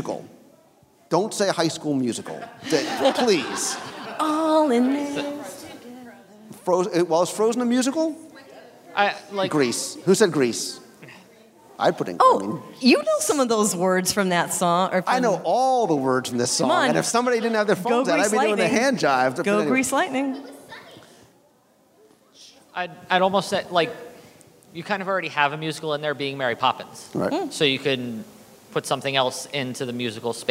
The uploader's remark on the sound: LIVE Show from the Atlantic Dance Hall. LIVE show recording from our WDW Radio NeverLand and Sea event at the Atlantic Dance Hall before our cruise on the Disney Dream.